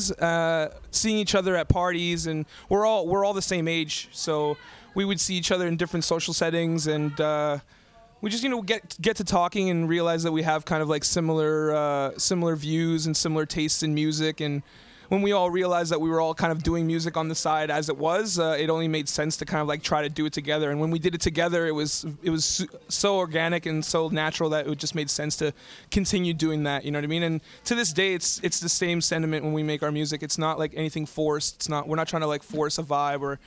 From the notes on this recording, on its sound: live from the Skywalk in Portage Place, Winnipeg, Manitoba